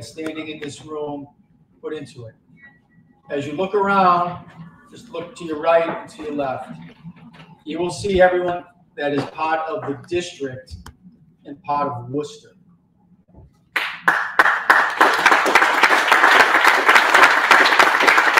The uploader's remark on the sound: Live show starting early for reporting on the election results as they come in. Coverage took place in a public location, so sound quality and interruption varies throughout.